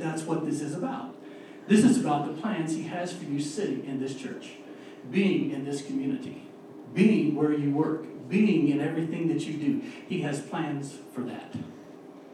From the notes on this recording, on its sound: We had a little mishap with the audio this week